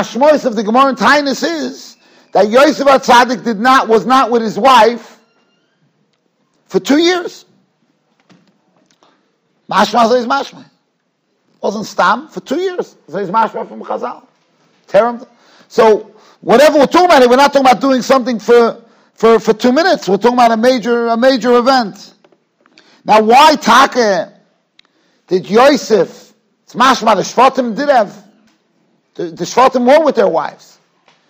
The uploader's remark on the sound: Shiur recorded in Yeshivas Ohr Reuven, Monsey, NY